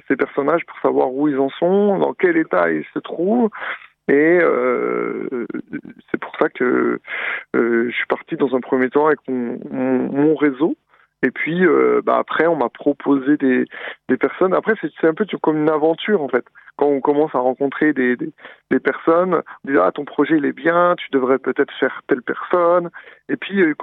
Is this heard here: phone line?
yes